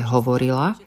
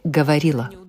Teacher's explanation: Čiže to navodzuje dojem spevavosti a na rozdiel od ruštiny sa vyslovujú všetky samohlásky · Shown in: first take